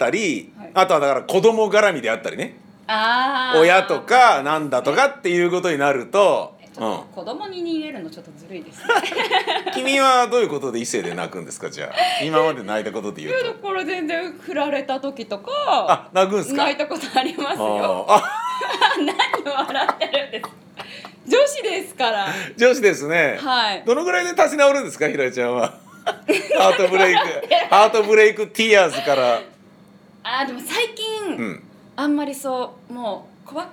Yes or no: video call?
no